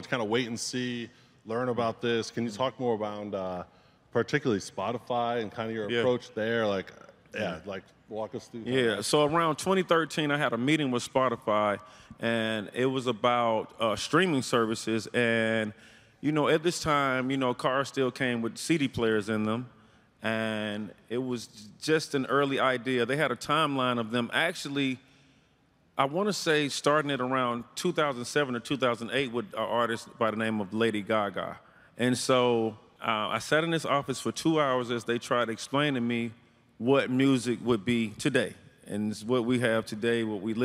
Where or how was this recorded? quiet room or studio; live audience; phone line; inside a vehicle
live audience